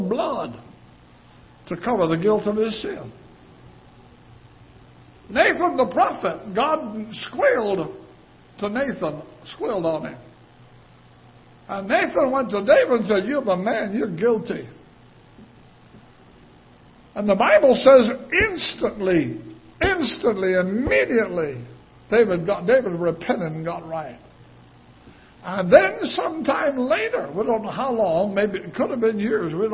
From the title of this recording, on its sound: Ketha Heights Baptist Church ~ Live Broadcast